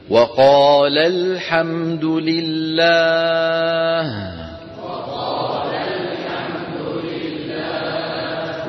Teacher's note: الألف تسقط للتخلص من التقاء الساكنين